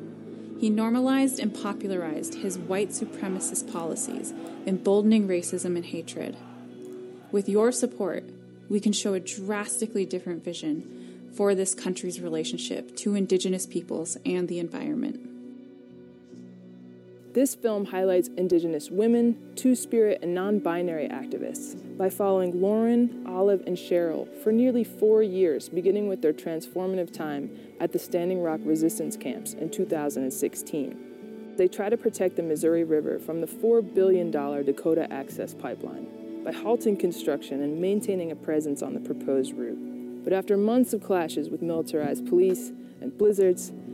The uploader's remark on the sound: First Voice Apprentices were honored to be part of the four person broadcast crew for Radio Free Alcatraz. Sound from the opening of this year's Sunrise Ceremony.